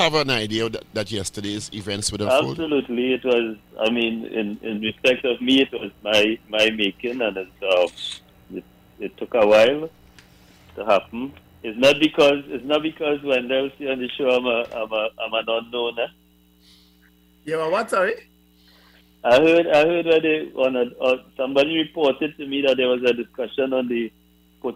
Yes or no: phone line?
yes